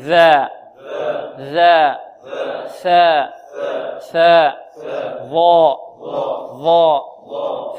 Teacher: ذال وثاء وضاء تخرج من طرف اللسان مع طرف الثنايا العليا، انطقوا معي ذا ذا ثاء ثاء ضاء ضاء.